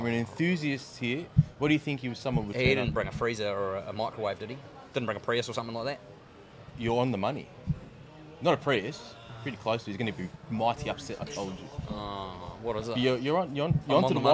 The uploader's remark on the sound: Coming to you LIVE from YTG Cars and Coffee! A new location filming live at our YTG Cars and Coffee event we held just a week ago, here at the showroom.